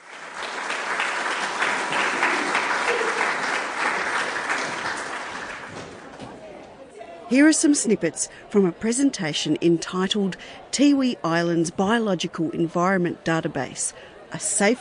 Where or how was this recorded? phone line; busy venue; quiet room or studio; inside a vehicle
busy venue